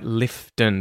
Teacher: the N there at the end, the syllabic N, we call it